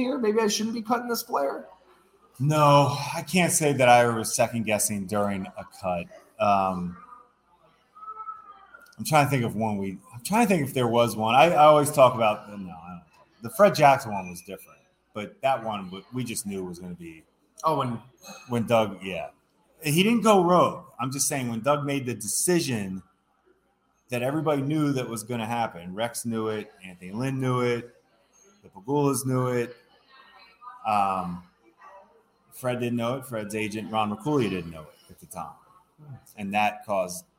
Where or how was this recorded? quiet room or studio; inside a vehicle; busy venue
busy venue